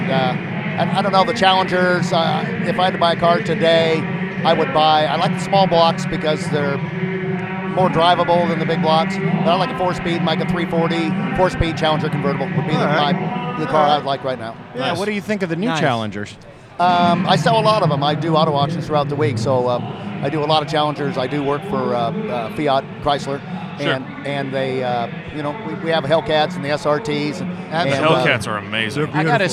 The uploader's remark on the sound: LIVE from Mecum Auto Auction – Houston, TX. Travel to Houston, TX. Attend the annual Mecum Auto Auction and provide a unique spectator’s perspective on the event.